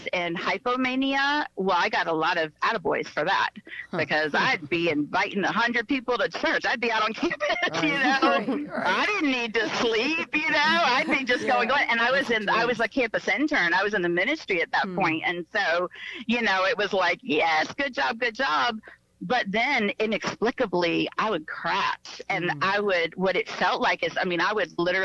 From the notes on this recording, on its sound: via phone call